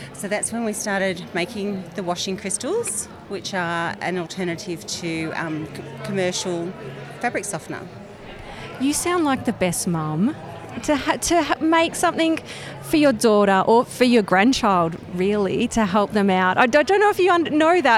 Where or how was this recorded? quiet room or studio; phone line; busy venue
busy venue